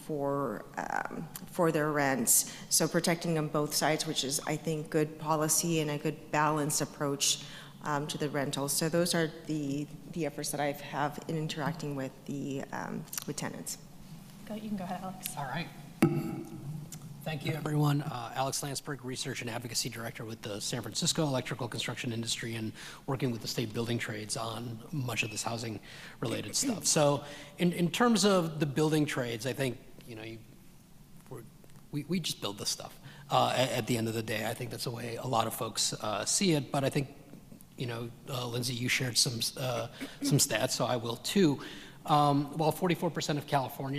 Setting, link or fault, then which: setting, live audience